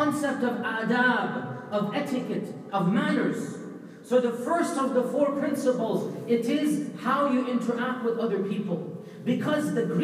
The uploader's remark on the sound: delivered a powerful Sermon at MCA in Bay Area California